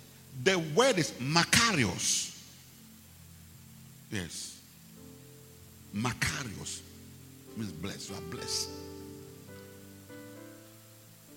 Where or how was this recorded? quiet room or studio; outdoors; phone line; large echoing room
large echoing room